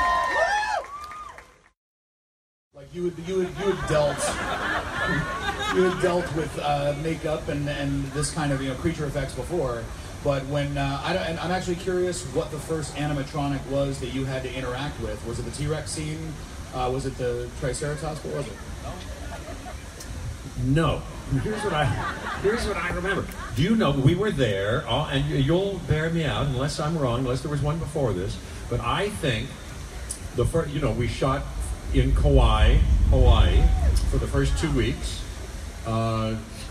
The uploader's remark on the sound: Jurassic Park 25th Anniversary Celebration at Universal Studios! We'll bring you audio from the panels and many people in attendance.